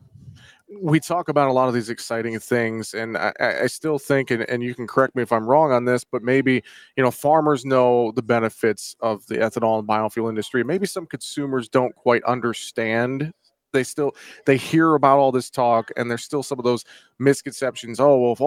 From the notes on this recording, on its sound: we broadcast live from the NAFB Convention in Kansas City